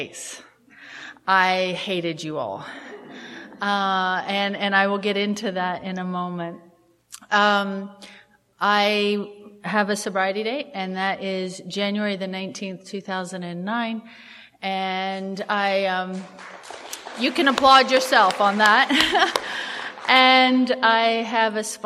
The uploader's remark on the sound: at the Live at Pine Lake speaker meeting held in Seattle